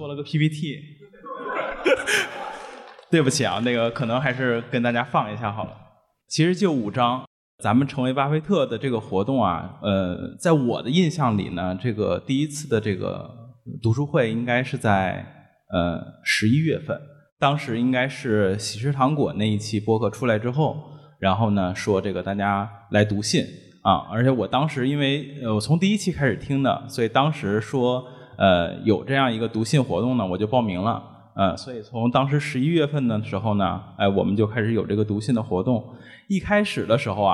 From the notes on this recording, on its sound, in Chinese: 这期节目是我们 《芒格之道》线下读书会的第二部分。来到位于上海的CCPA中文播客艺术中心，参与了节目的现场录制。邀请到了几位来自不同城市的宝藏听友上台分享。